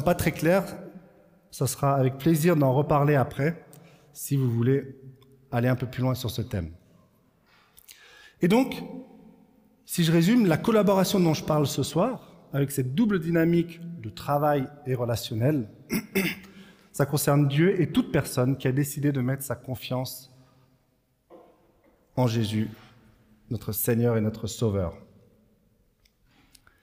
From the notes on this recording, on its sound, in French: Enregistré à l'église CVV